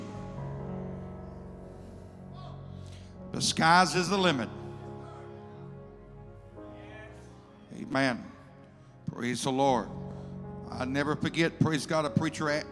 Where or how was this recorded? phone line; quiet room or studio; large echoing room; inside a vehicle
large echoing room